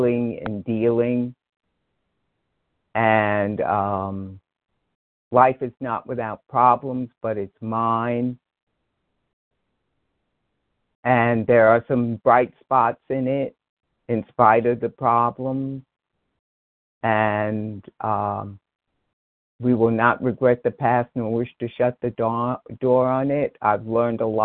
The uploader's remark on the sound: from the 100 Pounders Phone Meeting